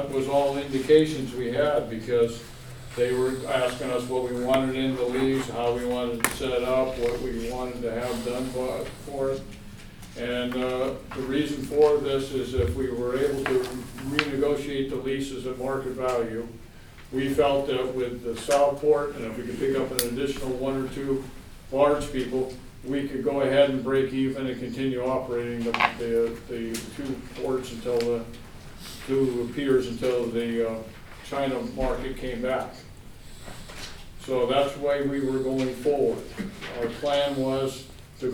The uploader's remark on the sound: Live recording of the Port of Astoria Commission meeting, held at the Seaside Library Community Room.